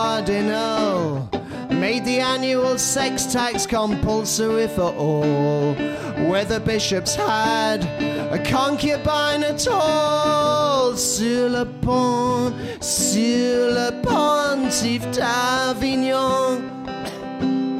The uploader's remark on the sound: The last of the tragedies we collected at the live show that took place on January 18th at the Hackney Attic.